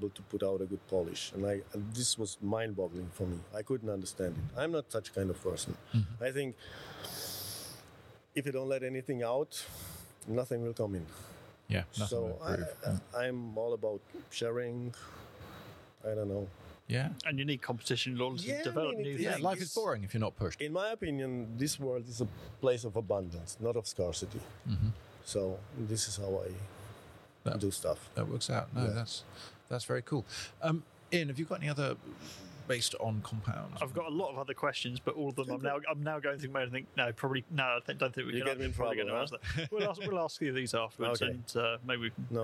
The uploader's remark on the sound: in a special podcast recorded in Frankfurt at Automechanika 2022